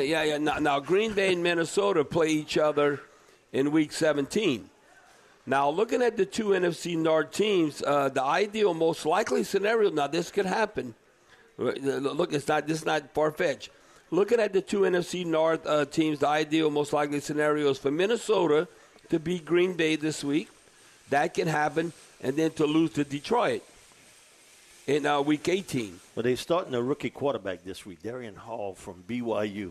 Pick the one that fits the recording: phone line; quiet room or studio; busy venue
busy venue